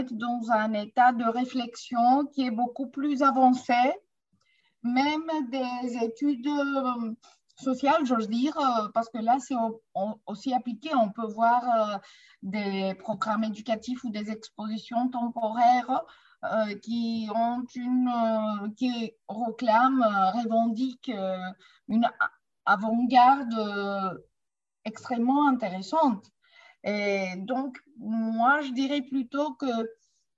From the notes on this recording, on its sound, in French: Séance enregistrée sur Zoom